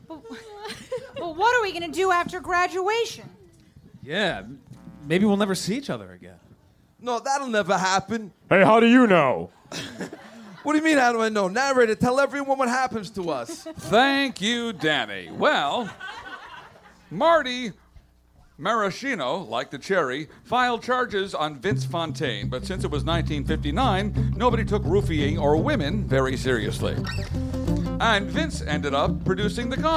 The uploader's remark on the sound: This is the full live recording of "Grease-Live at the Comedy Cellar". Taped in front of a live audience at the Village Underground in the West Village.